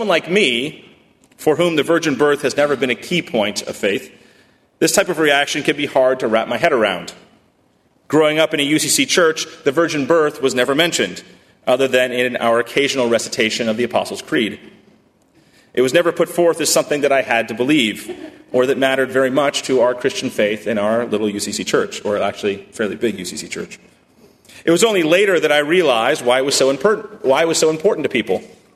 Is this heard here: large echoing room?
yes